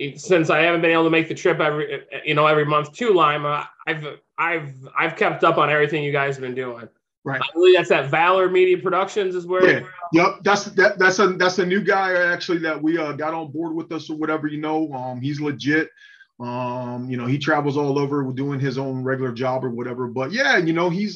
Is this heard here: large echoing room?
no